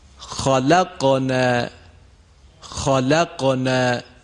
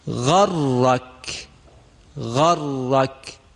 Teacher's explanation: علتش این هستش که هنگام ادای سه حرف خا، غین و قاف فقط انتهای زبان، عقب زبان میل به کام بالا پیدا میکنه و به زبان کوچک و کام بالا میچسبه، دیگه جلوی زبان دخالتی نداره. · Term: تفخیم